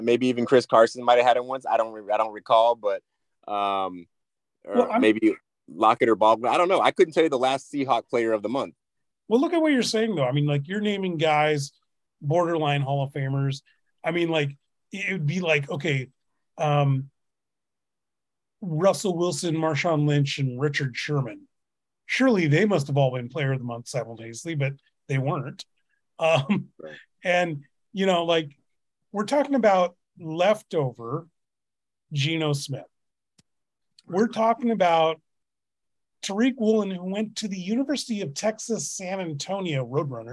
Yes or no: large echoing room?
no